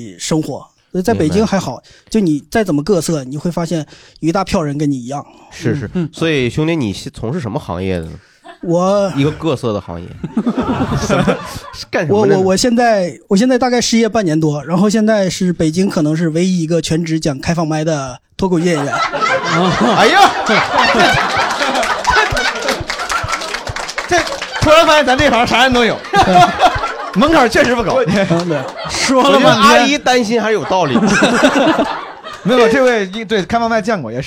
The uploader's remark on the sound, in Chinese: 这一期很荣幸请到好多家长来到现场。初次尝试跟爸爸妈妈们坐在一起。背景音乐-来自平台musicbed。